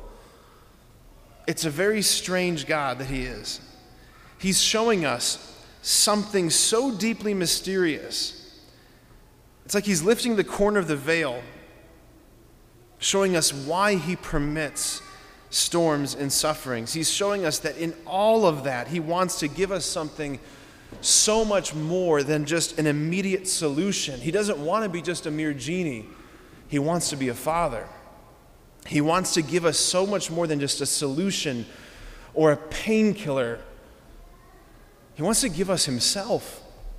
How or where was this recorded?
large echoing room